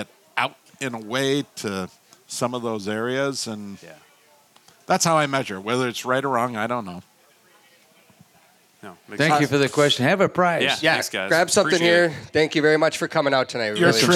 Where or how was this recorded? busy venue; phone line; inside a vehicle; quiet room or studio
busy venue